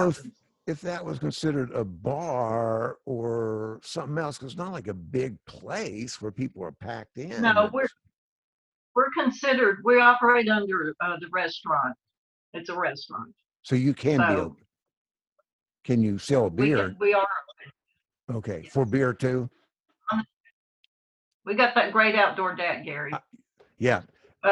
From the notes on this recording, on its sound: We are still zooming and invited past guests to come and pay a visit for this special occasion. Once again, in this current age of social distancing, we were recording via Zoom.